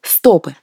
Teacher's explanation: Во множественном числе, если речь о книгах или единицах стиха, ударение падает на «о»